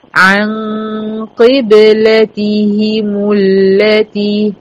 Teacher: هتدخلي الميم مضمومة على اللام بتاعت اللاتي، عَنْ قِبْلَتِهِمُ اللَّتِي سَيَقُولُ السُّفَهَاءُ مِنَ النَّاسِ مَا وَلَّاهُمْ عَنْ قِبْلَتِهِمُ الَّتِي كَانُوا عَلَيْهَا قُلْ لِلَّهِ الْمَشْرِقُ وَالْمَغْرِبُ يهدي من يشاء إلى صراط مستقيم.